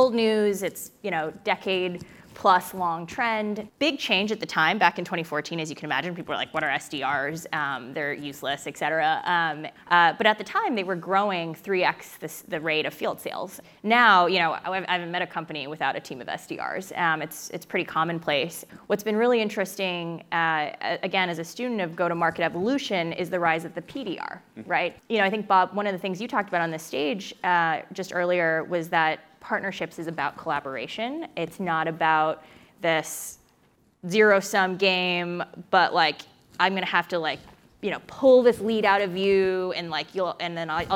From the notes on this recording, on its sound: In this fireside chat, recorded at the 2022 Crossbeam Supernode conference.